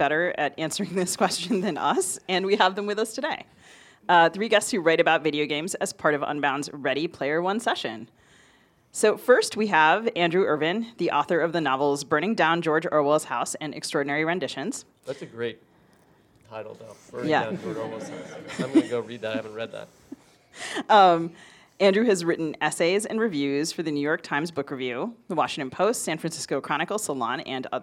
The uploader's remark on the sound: Live from the Unbound Book Festival in Columbia, Missouri. All three authors read from their work.